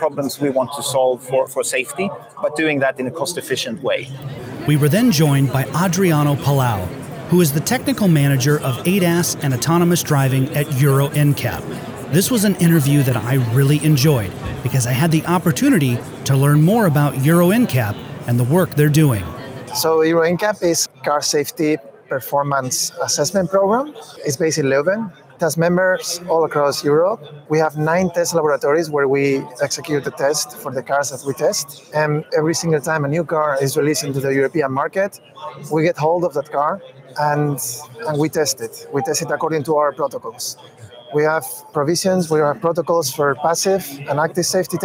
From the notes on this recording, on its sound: Live from the Autoworld Museum in Brussels, Belgium. At AutoSens and InCabin.